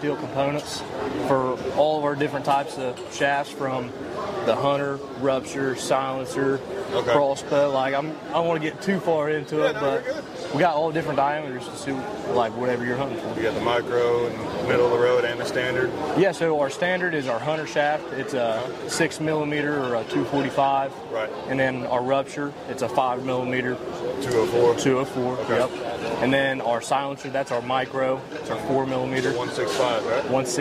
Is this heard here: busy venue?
yes